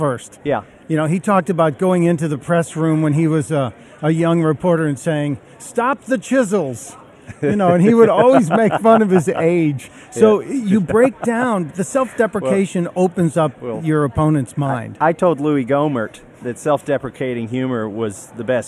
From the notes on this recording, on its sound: Live form Freedom Fest. On The Blaze Radio.